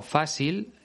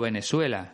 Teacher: pronuncia la C y la Z como si fueran una S · Term: sesea